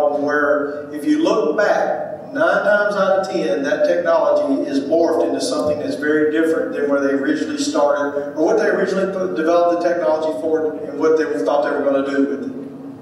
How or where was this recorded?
live audience